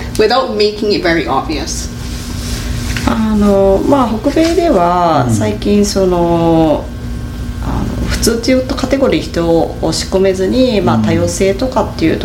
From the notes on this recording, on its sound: spoke at the 2023 Toronto Japanese Film Festival